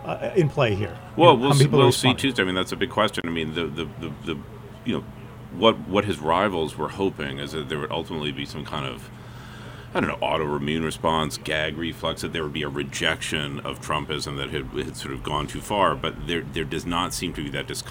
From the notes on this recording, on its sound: NH Primary updates live from the Tilt'n Diner. We hear from Lakes Region voters about their top issues ahead of the election.